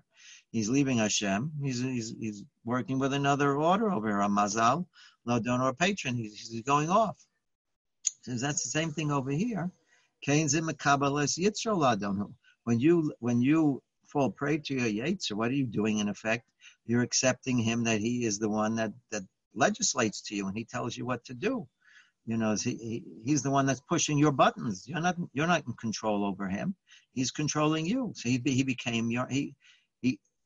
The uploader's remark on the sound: Live On Zoom: 6-16-2020